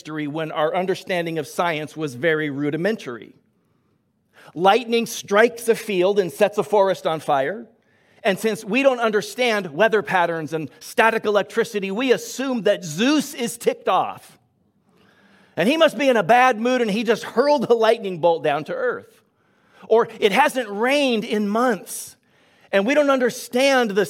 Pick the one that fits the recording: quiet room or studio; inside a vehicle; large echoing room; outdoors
large echoing room